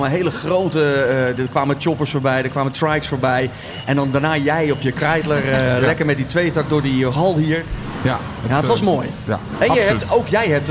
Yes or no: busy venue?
yes